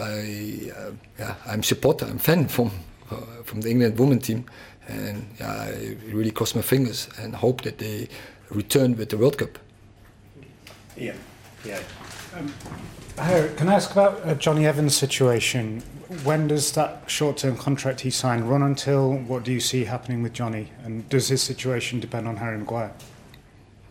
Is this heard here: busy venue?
yes